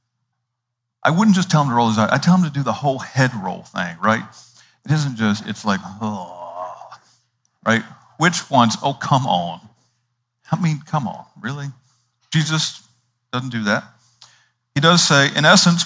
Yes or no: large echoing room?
yes